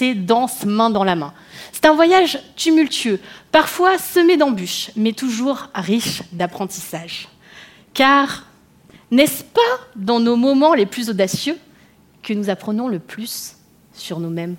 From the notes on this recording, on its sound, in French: Bienvenue dans le podcast live "Osez vous propulser : l'audace au féminin" enregistré dans le magnifique théâtre de la Tour Eiffel !